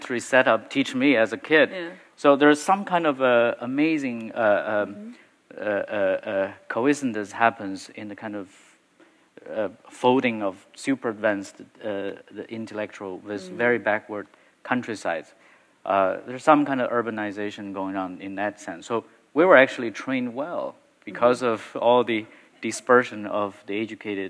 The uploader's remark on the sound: share a panel at the Getty Center